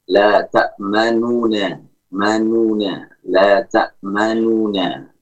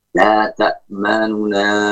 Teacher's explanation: pengucapan nun yang berharokat dhammah, nun yang pertama, itu dibuat lemah suaranya · Shown in: second take · Ya, sebagian ulama menyebutnya sekitar 2/3 harokat. · Term: Ikhtilas